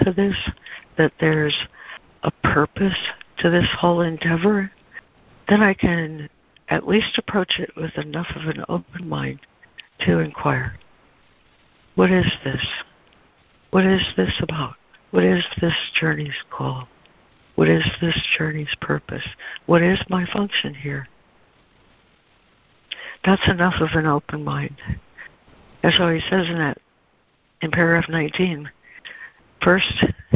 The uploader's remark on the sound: ACIM Daily Conference Call